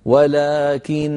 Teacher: نقف بغنة مطولة هكذا: ولكن بغنة ممطوطة